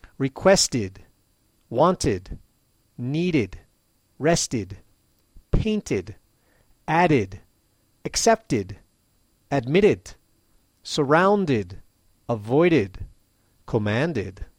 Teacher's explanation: with an extra syllable, an extra id at the end